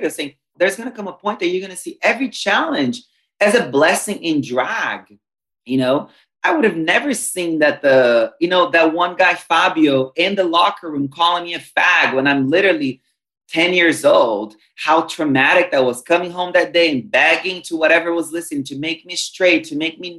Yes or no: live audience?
no